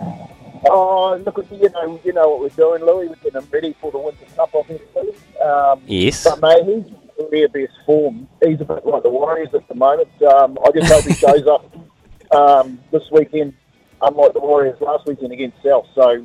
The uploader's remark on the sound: We open the phone lines and hear the punters' best of the day!